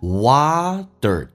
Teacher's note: put them in 后面还有个连音 main，用降调来发，红色的字体 put them in hotwater， hotwater，美式发音这个 hot 比较夸张一点，而且 t 不发音，这属于略音，但是它气流要阻塞一下，很多不懂得阻塞就听得有点迷茫，叫做 hot，阻塞不发音 hot， hotwater。美式发音这个单词啊，读成 water， t 发 d 这个发音，然后卷舌头